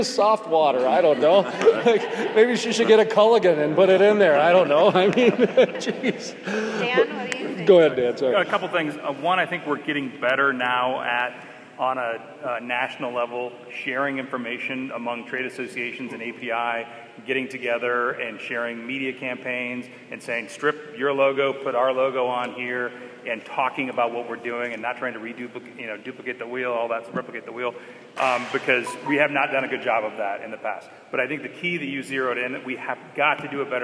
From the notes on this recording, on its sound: Panel from the 2019 Energy Exposition. At the Energy Exposition 2019 in Gillette, Wy.